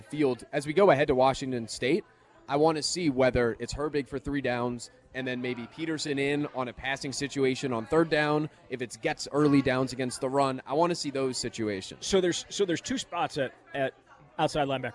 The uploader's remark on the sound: live from Monk's Bar and Grill in Sun Praire